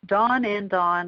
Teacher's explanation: It's called the low back merger because we consider those low back vowels, the ah and the ah.